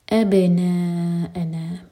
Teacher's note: با پر قلقلہ اور نا مد متصل اور حمزہ پر کٹ آف ساؤنڈ